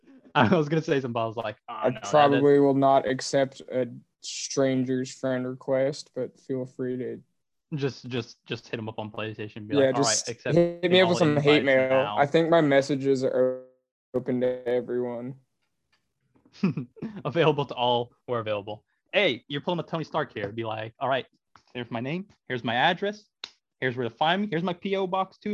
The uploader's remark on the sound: This weeks episode had connection issues. The audio will be skipping to parts where the audio was fine.